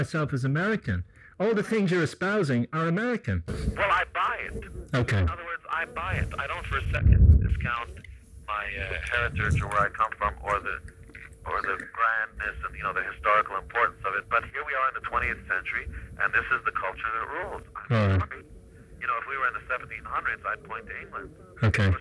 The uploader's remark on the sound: if you are looking for Hi-Fi sound you came to the wrong place, it's a not-so-clear phone interview